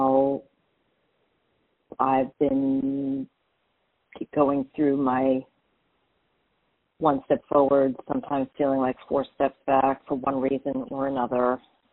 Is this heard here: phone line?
yes